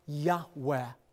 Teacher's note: And his covenant name, Yud, He, Vav, He, oftentimes pronounced reverently, a very breathy Yahweh